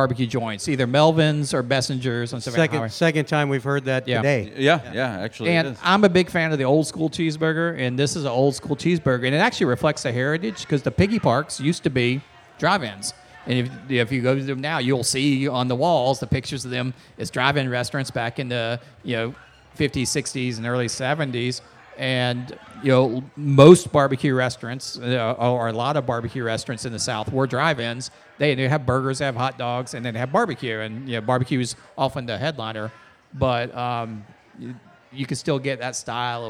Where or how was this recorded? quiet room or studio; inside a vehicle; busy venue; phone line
busy venue